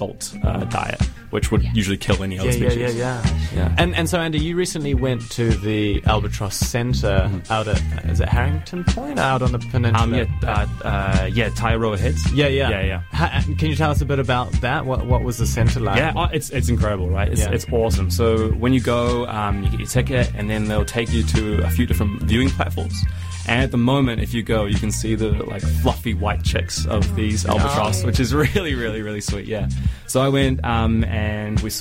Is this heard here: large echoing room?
no